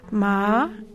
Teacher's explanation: The second tone, which is a gentle upward gliss